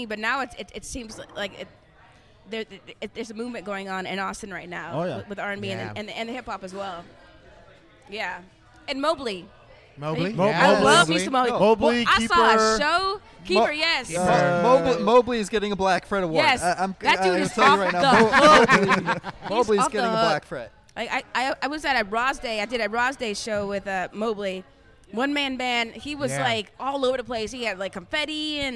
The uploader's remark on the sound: Live from The Side Bar. Live from The Side Bar.